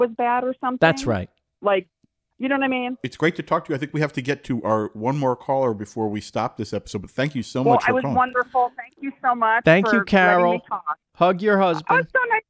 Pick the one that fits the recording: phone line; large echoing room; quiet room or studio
phone line